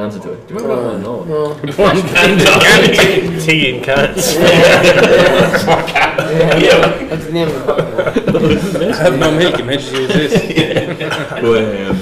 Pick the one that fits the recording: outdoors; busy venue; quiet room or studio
busy venue